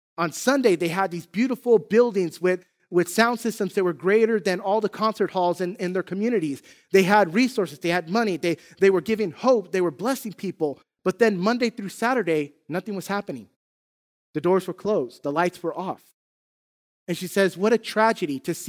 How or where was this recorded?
large echoing room